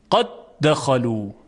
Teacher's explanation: میگوییم قد دخلو، یعنی به جای اینکه دو تا دال بگیم قد دخلو، میگوییم قد دخلو، یک دال میگیم با تشدید · Term: ادغام